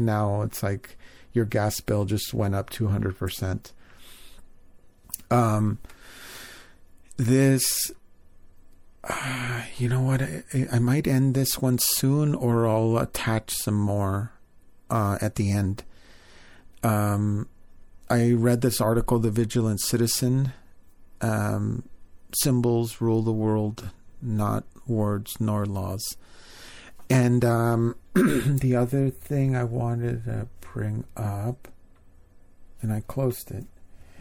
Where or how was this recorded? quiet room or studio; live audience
quiet room or studio